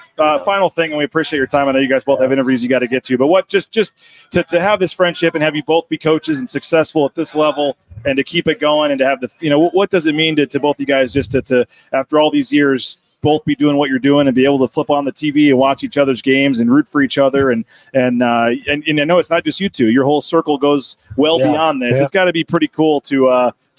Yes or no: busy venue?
yes